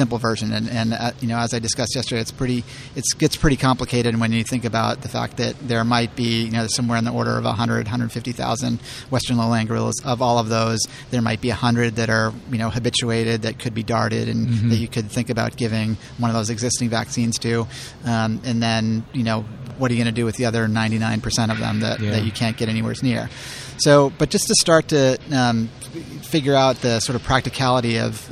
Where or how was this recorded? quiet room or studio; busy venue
busy venue